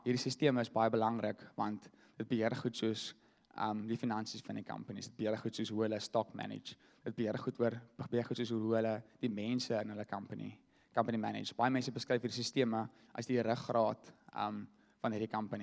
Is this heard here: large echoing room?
yes